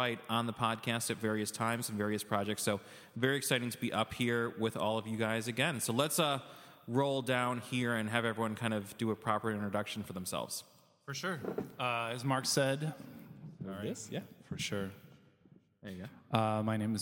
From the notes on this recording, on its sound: Recorded live at City Winery in Chicago, Dynasty Podcasts teams up with the Downwrite podcast for a live panel discussion.